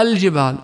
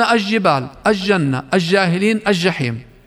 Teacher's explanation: فيخفي فيها هذه اللام القمرية فتصبح كالشمسية، وذلك عند حرف الجيم · Shown in: second take